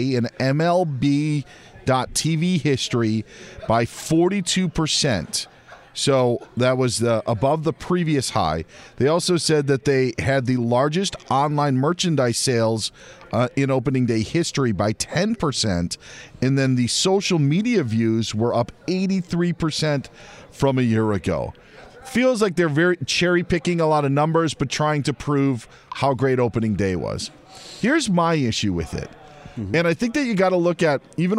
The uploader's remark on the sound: from the Final Four in Houston as he broadcasts from radio row at the college hoops event